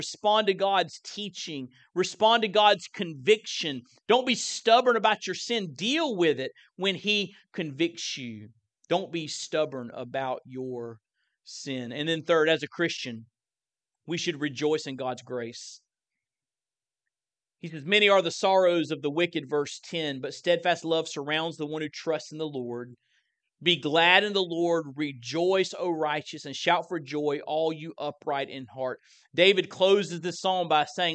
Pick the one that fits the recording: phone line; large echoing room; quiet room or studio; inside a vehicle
large echoing room